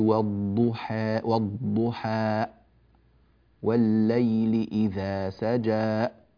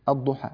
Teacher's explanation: إذا وقفنا على خواتيم الآيات الأولى المنتهية بالألف فينبغي ألا نختمها بهمزة · Shown in: second take · لا نقول والضحى والضحى والليل إذا سجى، بعض الناس يقطع الصوت قطعا وكأنه ختم بهمزة وهذا غير جيد وغير صحيح.